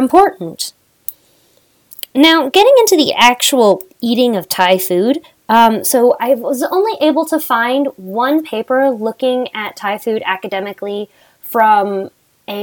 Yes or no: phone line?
no